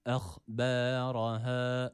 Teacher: Bir elif miktarı ea arası bir sesle uzattık. Ra harfimiz yine burada kalın okunması gerekiyor.